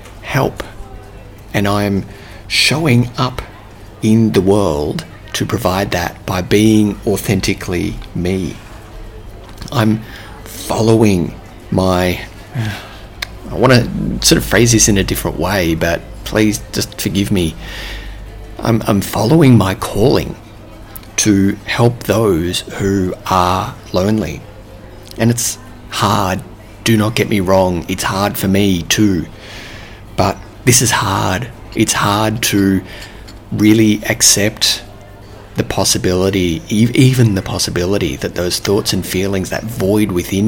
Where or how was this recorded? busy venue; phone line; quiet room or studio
busy venue